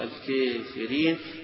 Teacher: بالكافرين فيها التقليل والإمالة، التقليل للأزرق الكافرين، والإمالة لأهل الإمالة، يبقى أبو عمرو وابن زكوان بخلفه، والدوري